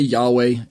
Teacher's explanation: I'll just say Yahweh and drop the h part sound